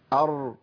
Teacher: حفظنا بقى الجهر معناه انقطاع النفس. يبقى الراء ما بيجريش فيها نفس، الراء ما بيجريش فيها نفس ابدا